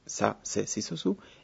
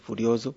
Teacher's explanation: en muchos casos se pronuncia sonora y entonces se realiza como z · Shown in: second take · Este fenómeno se ha registrado hasta el momento, por lo menos en Costa Rica y en el Ecuador. · Term: sonorización de la S